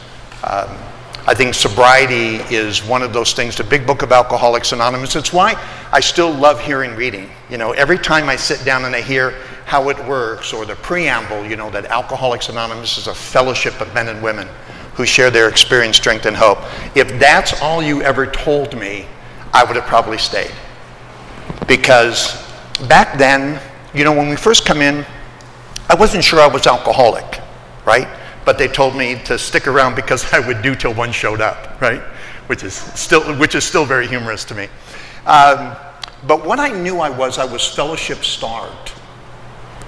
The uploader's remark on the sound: Today’s podcast is from a speaking event. I was the keynote speaker at the “Old Timers” meeting at the Salt Lake City, Utah Alano Club.